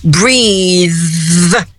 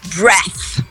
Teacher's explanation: Você vai fazer a fricativa interdental vozeada, você vai vibrar as cordas vocais · Shown in: first take · e o som é ilongo, breathe.